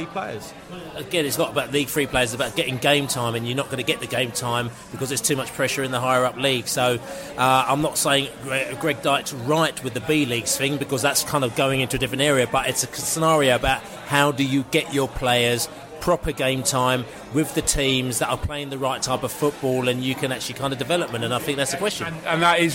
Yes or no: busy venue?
yes